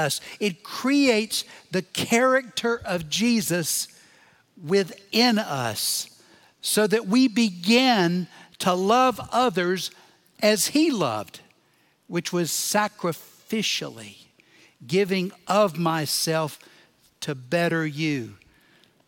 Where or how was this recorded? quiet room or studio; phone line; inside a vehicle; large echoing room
large echoing room